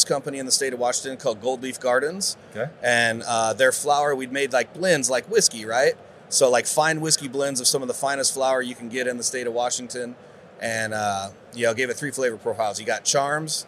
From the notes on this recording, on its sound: In this MJBizCon on-site interview